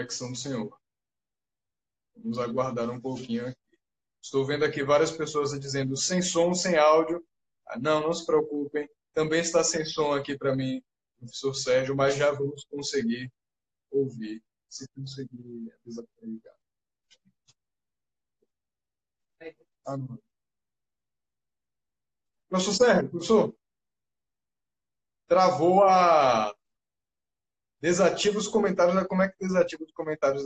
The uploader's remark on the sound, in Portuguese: Live no instagram